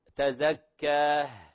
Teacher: هذه ليست هاء، هذه ألف مقدار حركتين، وأترك المجال للحرف الألف ينطلق ولكن بدون هاء في نهاية الكلمة، لا نقول تزكى، فلا تأخذ نفس، خذ نفس بعد أن تقف من الكلمة تزكى كاء وهكذا. · Term: حرف المد